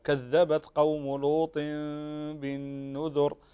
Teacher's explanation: إقلاب أن هنا التنوين في الطاء لوط نون تقلب إلى ميم وتخفى عند الباء